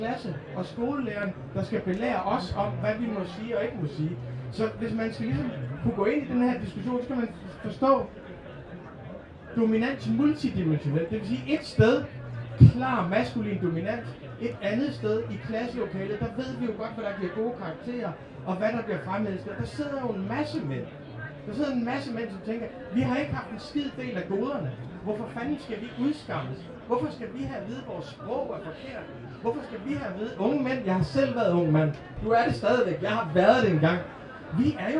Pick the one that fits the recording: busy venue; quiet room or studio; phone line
busy venue